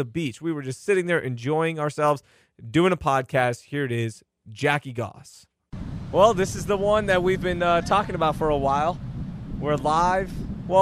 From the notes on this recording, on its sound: LIVE from Bolivar. Sit down live from the beach.